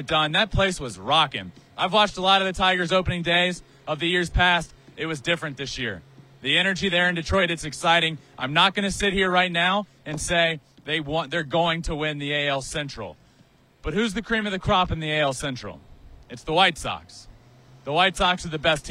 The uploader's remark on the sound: LIVE REACTION FROM ANGELS STADIUM. LIVE from Angels Stadium in Anaheim.